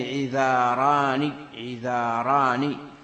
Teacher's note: راء مفتوحة وقبل الألف كسرة، فلا يمال هذا الألف لأجل وجود الراء المفتوحة